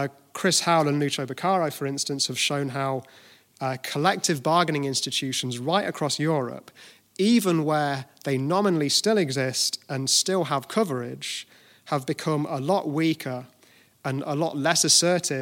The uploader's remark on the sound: At the Kevin McMahon Memorial Lecture 2018 in SIPTU's Liberty Hall, Dublin.